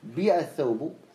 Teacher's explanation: وهو الإشمام وهو الإتيان بالكسرة لكن مع حركة الضمة